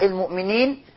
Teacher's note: نخلي بالنا من اللام القمرية المظهرة المؤمنين عند الوقف مد عرض للسكون عند الوصل مد طبيعي المؤمنين